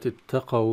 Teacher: ننتبه أن التاء اتقوا تكون مرققة، مرققة دائما، ولا وجود للتفخيم في التاء، إنما البعض يفخمها لمناقاتها لحرف القاف، فتؤثر القاف على التاء بالتفخيم، وهذا خطأ.